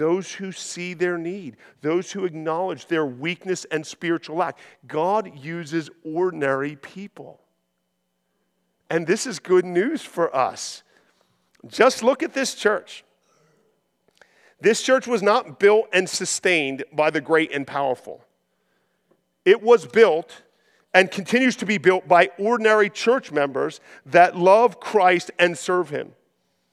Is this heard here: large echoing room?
yes